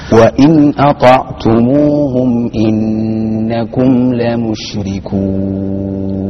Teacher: فخم الطاء بين الهمزة والعين مرققة